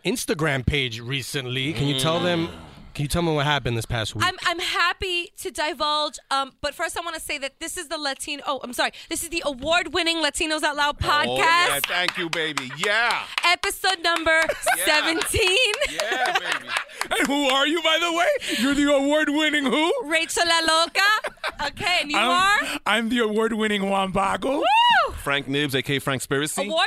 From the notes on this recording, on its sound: exclusive on-the-scene interviews recorded live at the Tecla Awards at Hispanicize